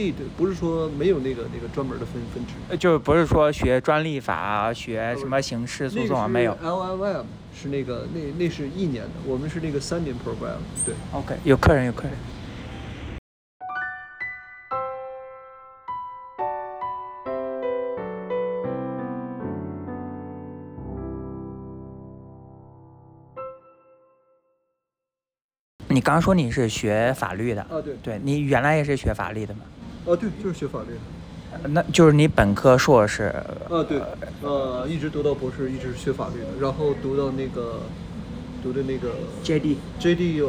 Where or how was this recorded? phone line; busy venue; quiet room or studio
busy venue